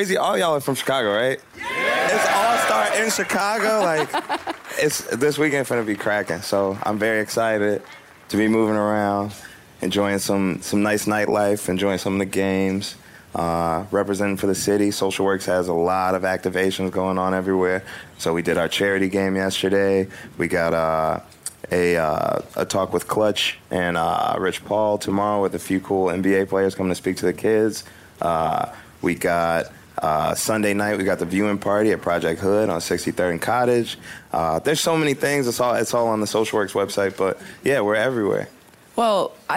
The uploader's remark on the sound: Live from NBA All-Star. We are LIVE from the House of Blues for NBA All-Star weekend in Chicago!